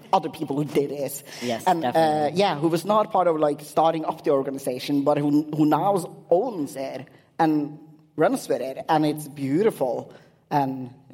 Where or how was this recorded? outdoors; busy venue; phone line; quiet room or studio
busy venue